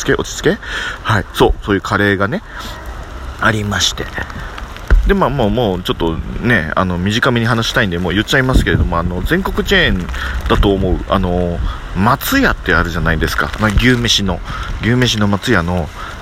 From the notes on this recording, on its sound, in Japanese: 今回はちょっと雑音まじりです！なぜなら暴風雨の中だからです！